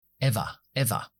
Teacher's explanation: yo no pronuncio la R al final, soy británico. Ever, una schwa.